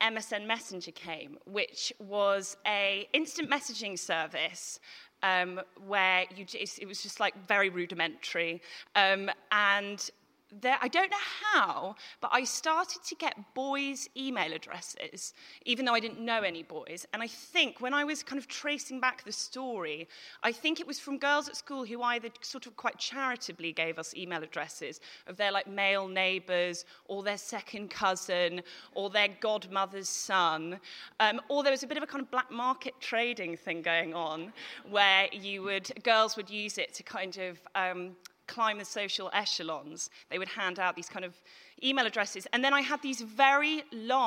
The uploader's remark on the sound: Recorded at The Tabernacle on March 2018.